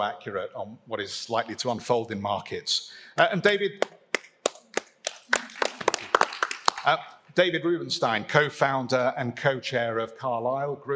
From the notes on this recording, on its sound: Experts talk inflation, stagnation and (de-)globalisation at Davos 2022. On this panel at Davos 2022.